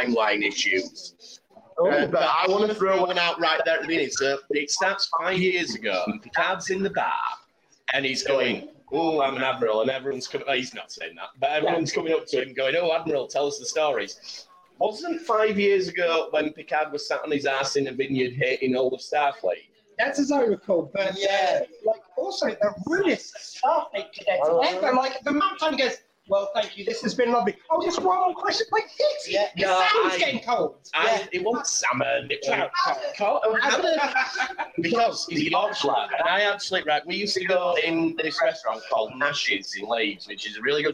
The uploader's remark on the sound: This episode was rerecorded in a pub so the sound quality may not be of the usual quality.